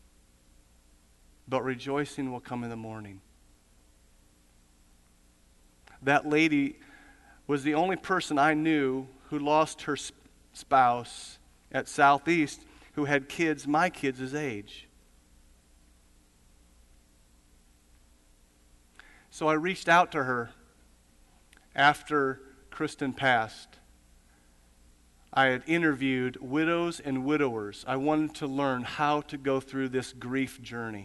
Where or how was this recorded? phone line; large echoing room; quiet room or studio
large echoing room